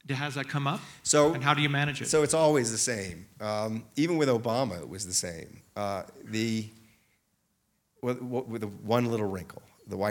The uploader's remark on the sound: Recorded live at Aspen Words.